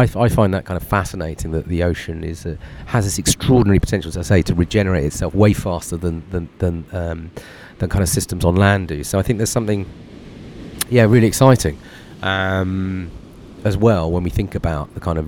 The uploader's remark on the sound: Live from a beach in Nicaragua